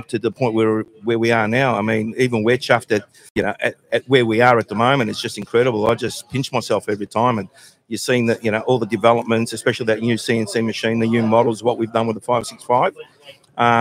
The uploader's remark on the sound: Edencraft Boats - Live from the Boat Show.